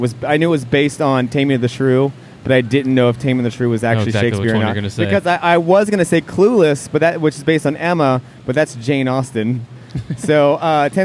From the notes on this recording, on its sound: The Cincinnati Mini Maker Faire Live! Podcast live from the faire Sunday afternoon!